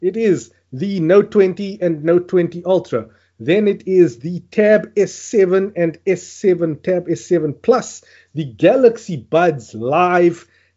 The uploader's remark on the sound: Recorded via Skype